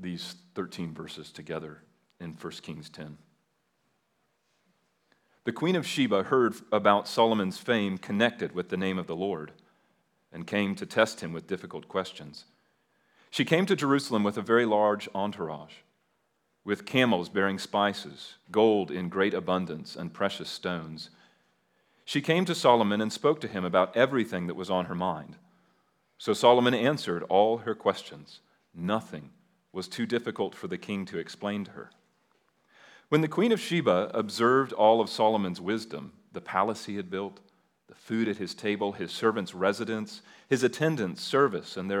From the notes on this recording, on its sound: At Liberty Baptist Church in Liberty, Missouri.